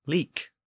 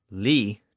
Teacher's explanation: The final consonant, -k, or -ch, disappeared over time. · Shown in: second take